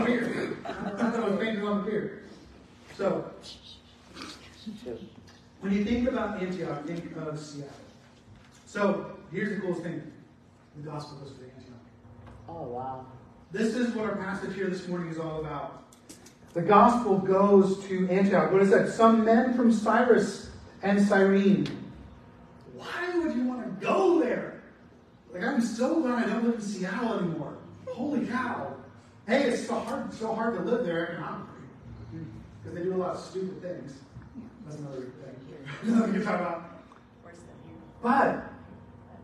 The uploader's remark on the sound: Apologies on the bad audio quality